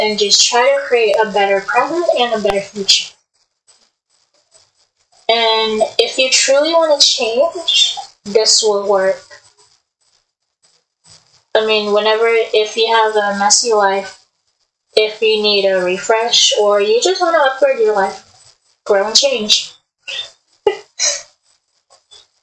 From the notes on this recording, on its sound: I couldn't make the audio clear